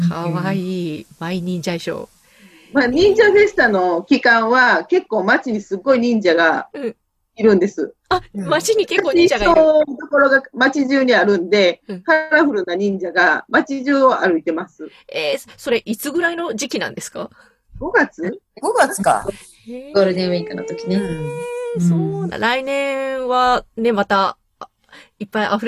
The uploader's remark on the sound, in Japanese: Zoom収録